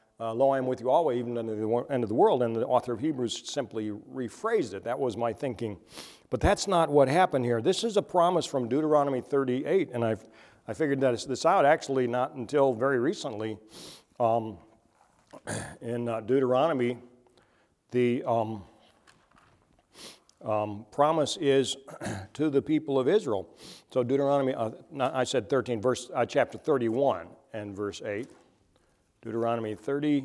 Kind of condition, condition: setting, large echoing room